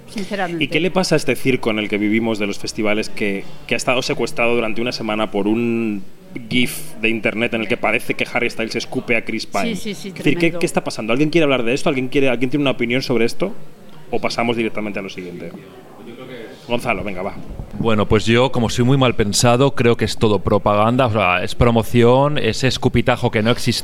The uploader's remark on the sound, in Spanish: En Kinótico diseccionamos la sección oficial de la Mostra de Venecia 2022 en un programa-cena con varios periodistas que cubren el festival italiano.